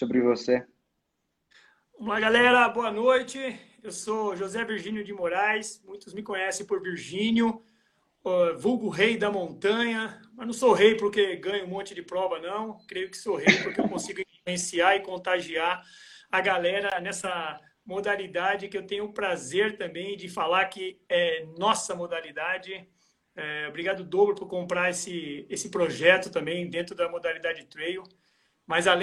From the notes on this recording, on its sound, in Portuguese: durante uma live, que rolou em nosso Instagram